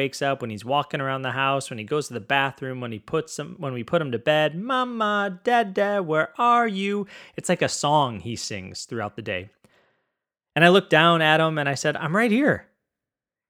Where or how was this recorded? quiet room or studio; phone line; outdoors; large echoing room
quiet room or studio